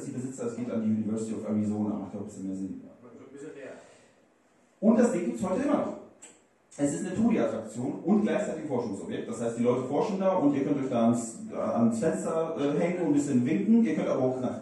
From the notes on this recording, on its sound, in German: Live in Lüdenscheid. In der Räumlichkeiten der Bar "Frieda's" in Lüdenscheid aufgezeichnet werden konnte.